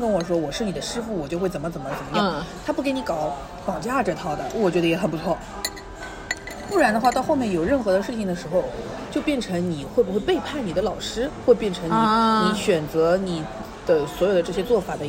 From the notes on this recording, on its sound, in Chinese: 每次录制基本都是在餐厅吃饭，没有条件升级录音设备。本次录制花费：映彩餐厅。